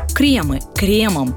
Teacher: Во множественном числе в любом падеже это слово стоит произносить с ударением на первый слог. Кремы – кремом и обязательно с мягкой «р».